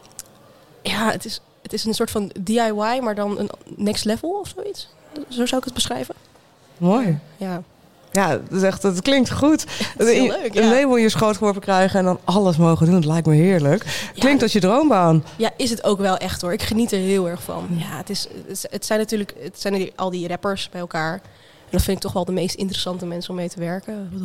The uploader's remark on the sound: Live op de Muzikantendag. Bouwden we onze spullen op in de Melkweg tijdens de Muzikantendag.